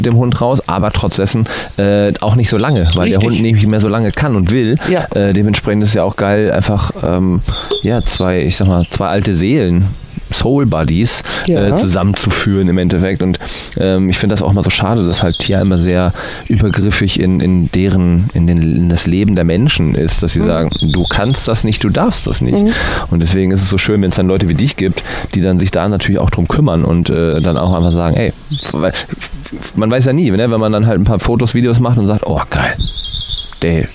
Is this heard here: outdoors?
yes